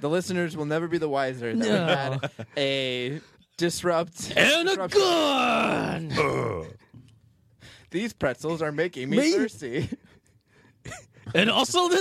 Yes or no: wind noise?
no